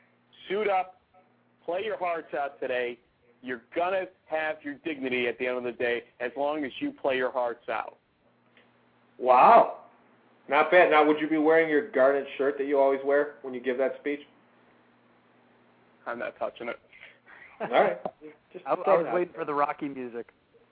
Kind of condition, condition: link, phone line